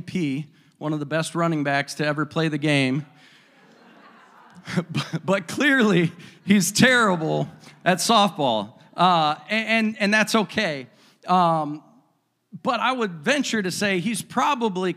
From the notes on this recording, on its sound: a service recording from Connect Point UPC